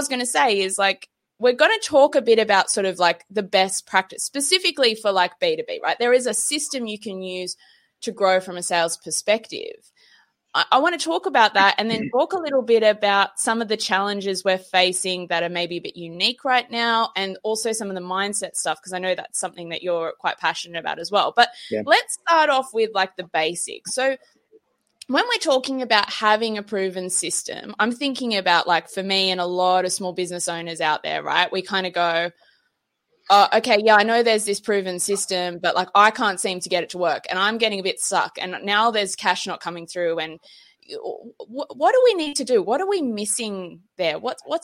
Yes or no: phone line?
no